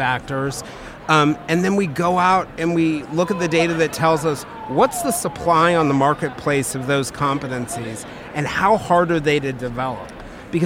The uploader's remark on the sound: Live from SIOP.